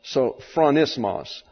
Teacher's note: I have to get my accent on the last syllable, which is not normal in English.